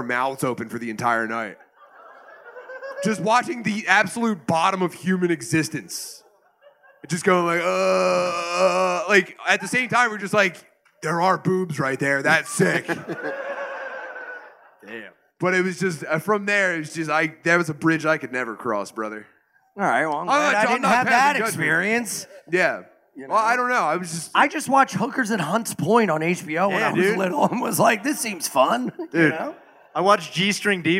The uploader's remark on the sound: LIVE from Skankfest Vegas 2023